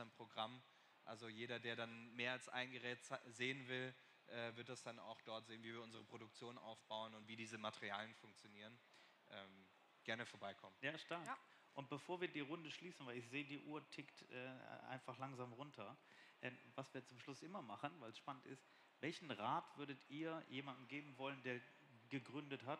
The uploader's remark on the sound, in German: LIVE Podcast auf dem InnoDay der TU Darmstadt